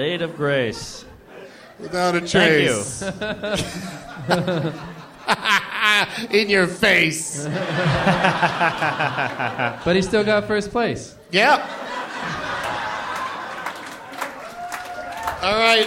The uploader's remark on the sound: live from the Helium Comedy Club in Philadelphia